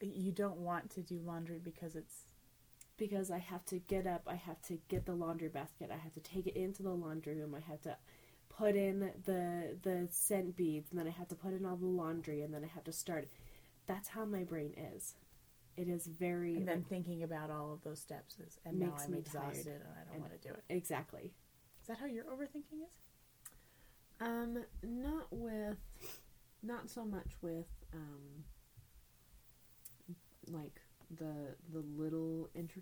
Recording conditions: background noise